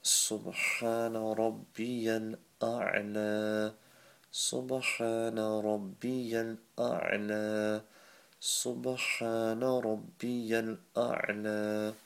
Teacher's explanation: the ya at the end, that's silent. Okay, so that won't be pronounced.